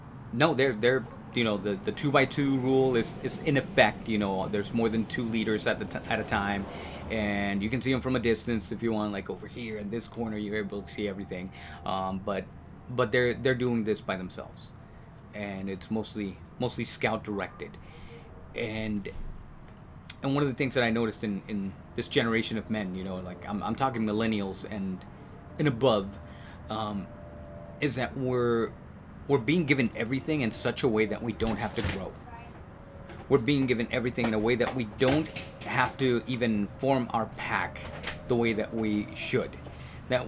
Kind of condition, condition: fault, sounds in the background